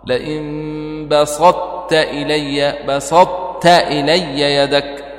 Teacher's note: كلها تجعلها مثل الطاء ولا يجوز أن تقول بسطت تاء خالصة تضغم الطاء ولكن تبقي صفة الإطباق